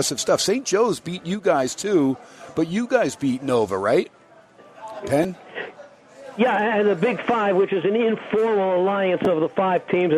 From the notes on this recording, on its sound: HUMP DAY AT STEINERS PUB. "Live" from #SteinersPub #LasVegas.